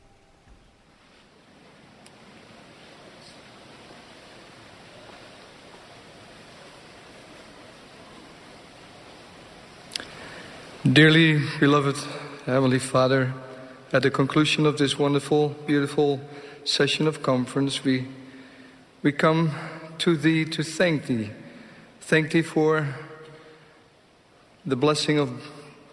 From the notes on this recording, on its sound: The Saturday Afternoon Session of the 192nd Semiannual Church of Jesus Christ of Latter-day Saints General Conference.